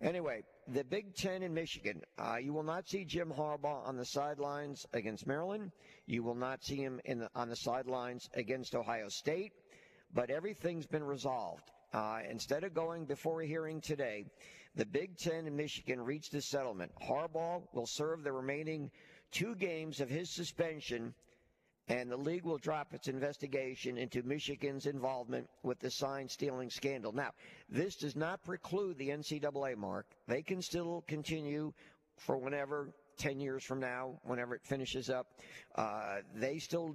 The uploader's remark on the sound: Playoff Gameday at Mobile Christian. LIVE at MCS on the morning of their playoff game against Houston Academy!